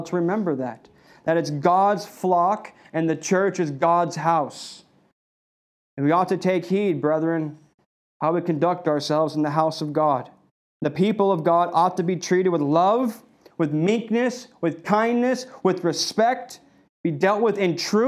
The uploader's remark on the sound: This message was delivered on February 7th, 2021 at Redeemer Community Church.